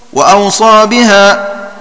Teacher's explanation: وقرأ ابن عامر ونافع وأوصى بها بزيادة ألف بين الواوين مع سكون الواو الثانية وتخفيف الصاد